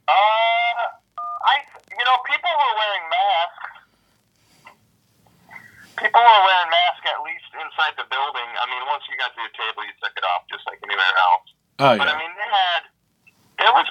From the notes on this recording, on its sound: Recorded via phone. In Grand Rapids, Michigan.